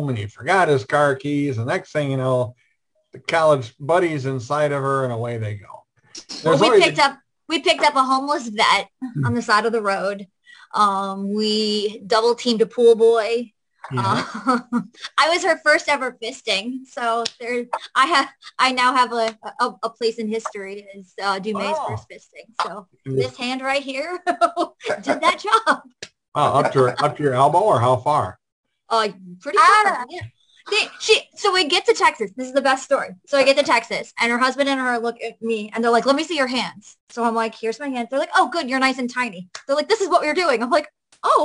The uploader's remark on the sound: our 11/28/2021 Zoom Show